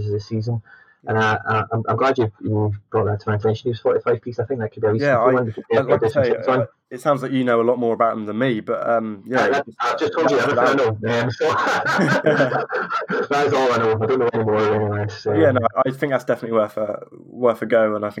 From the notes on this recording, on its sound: please forgive the audio!!